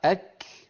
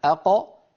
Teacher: هكذا مكان الكافي مقدم على مخرج القاف